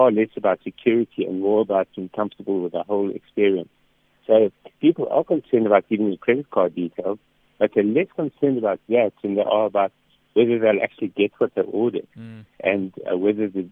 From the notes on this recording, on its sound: PHONE INTERVIEW